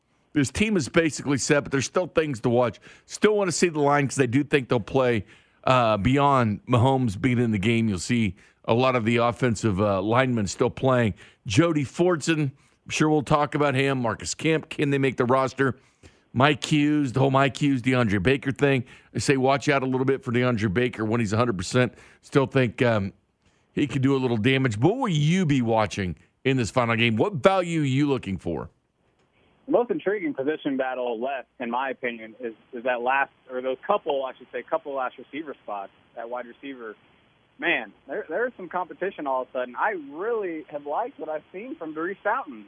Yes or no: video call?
no